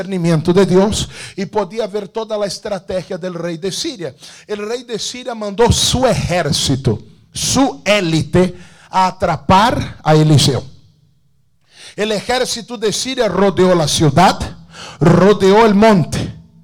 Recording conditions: large echoing room